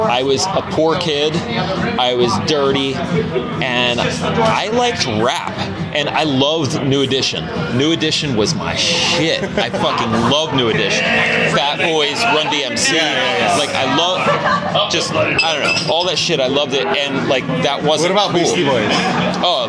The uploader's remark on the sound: live at The Tower